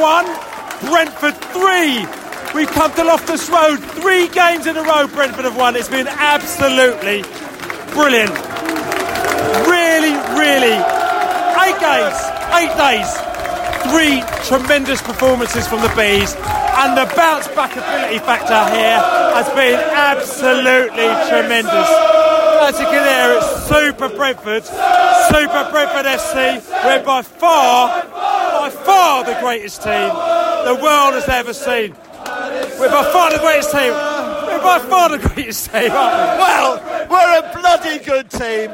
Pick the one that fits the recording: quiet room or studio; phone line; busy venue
busy venue